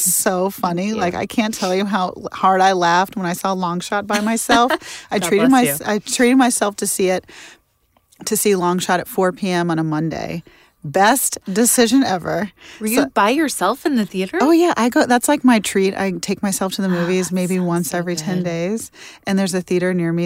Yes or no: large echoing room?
no